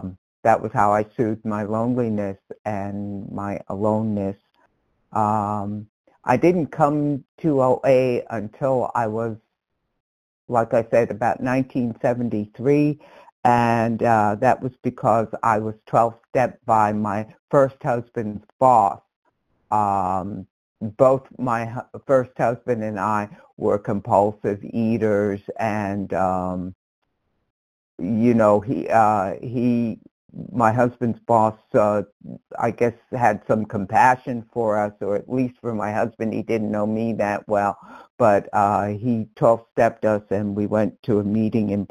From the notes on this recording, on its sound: 100 Pounders Phone Meeting